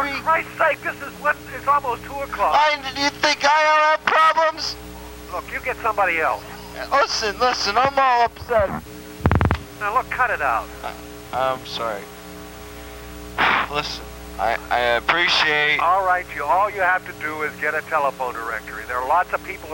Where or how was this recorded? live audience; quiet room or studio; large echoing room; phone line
phone line